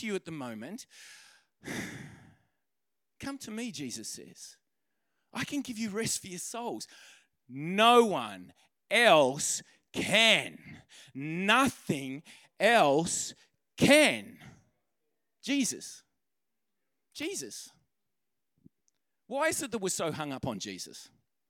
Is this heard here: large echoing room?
yes